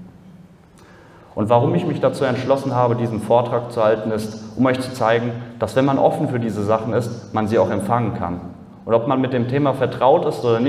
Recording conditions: live audience